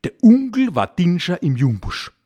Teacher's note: Bei Onkel zum Beispiel wird das O durch ein U ersetzt.